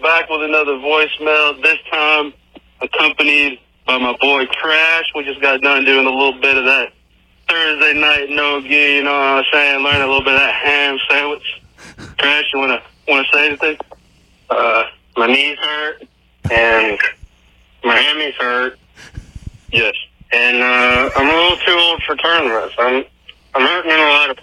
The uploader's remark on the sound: he brought his own guest to his call